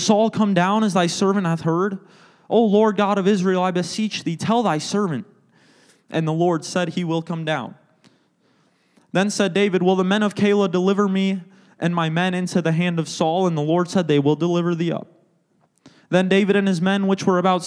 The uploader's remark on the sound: a service recording from Connect Point UPC!